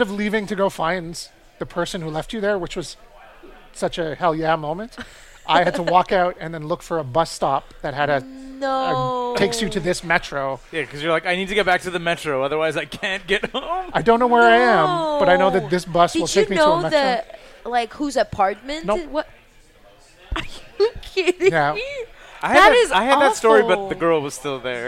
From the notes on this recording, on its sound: at the back of Grumpy’s to record this podcast